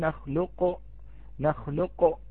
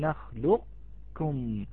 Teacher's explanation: ثم نأتي بكاف مرققة لا تفخم الكاف · Shown in: second take